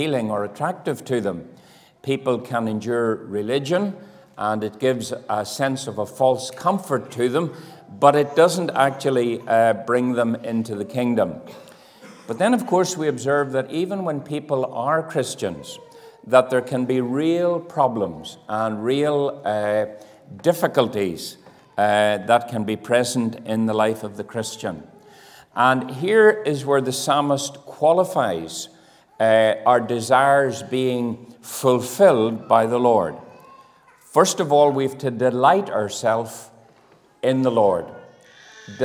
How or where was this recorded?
large echoing room